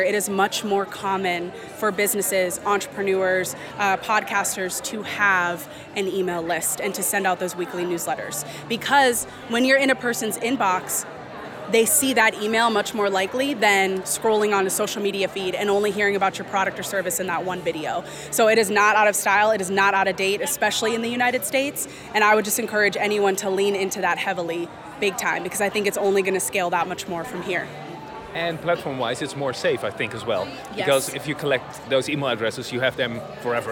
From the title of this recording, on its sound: Live from Podcast Movement in Las Vegas